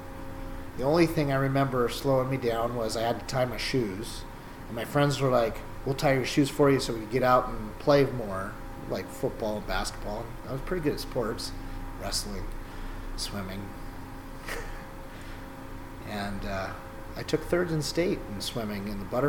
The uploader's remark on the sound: forgive the background Hydraulic Noises.